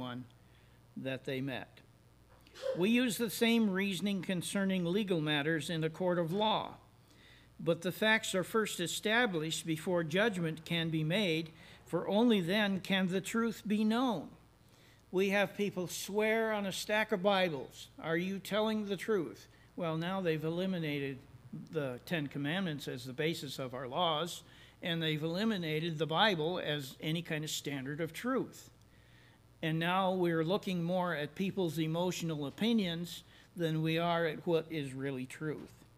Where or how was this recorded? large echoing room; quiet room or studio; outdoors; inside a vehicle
large echoing room